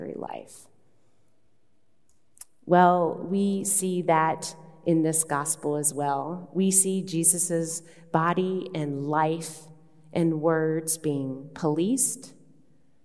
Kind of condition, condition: setting, large echoing room